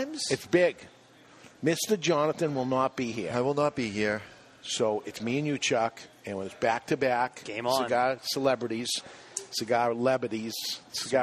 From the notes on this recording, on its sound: live inside the Diamond Crown Cigar Lounge at Two Guys Smoke Shop in Nashua, NH.